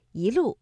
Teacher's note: 正确的声调应该是第一句的“一路霜林”，我们的“一”读二声“一路”